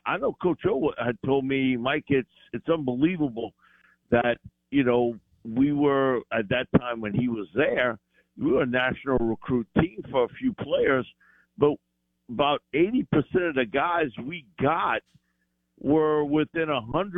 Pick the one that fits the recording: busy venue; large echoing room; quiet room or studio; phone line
phone line